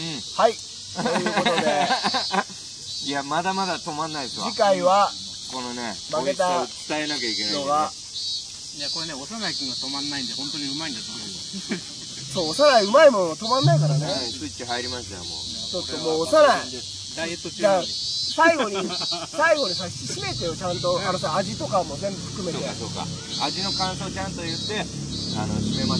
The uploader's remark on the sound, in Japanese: 渋谷の隠れた良い公園にて収録しています。